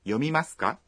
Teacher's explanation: Pour la forme interrogative, on ajoute la particule « ka » à la fin d'une phrase et on la prononce en haussant l'intonation